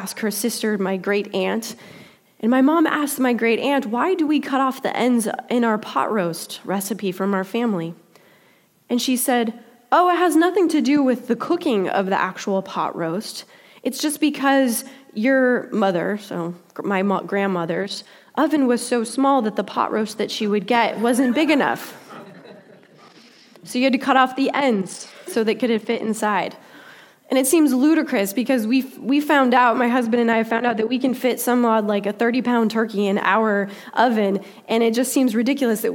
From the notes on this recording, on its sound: Delivered during the Contemporary Worship service.